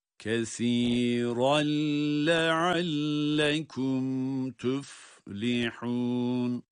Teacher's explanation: idgamı bilağunne olarak, yani sanki lam harfi şeddeliymiş gibi